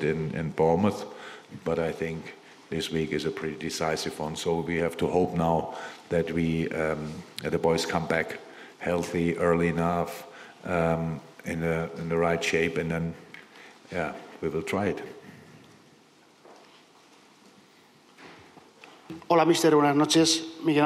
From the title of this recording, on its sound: Post-Match Press Conference